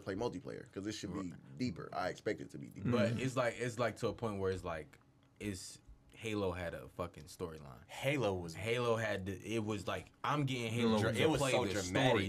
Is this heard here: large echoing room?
no